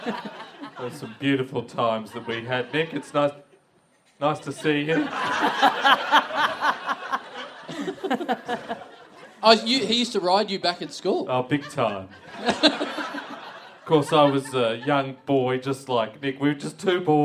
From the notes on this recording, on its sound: Here we go with another huge month of live shows from Melbourne! Big live podcast and stand-up show.